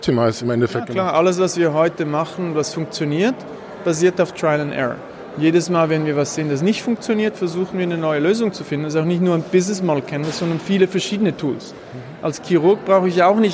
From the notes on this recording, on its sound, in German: Dieser Podcast wurde aufgenommen Live auf dem Global Peter Drucker Forum.